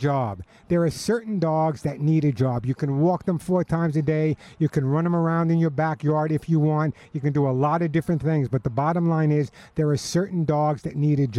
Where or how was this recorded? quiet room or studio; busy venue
busy venue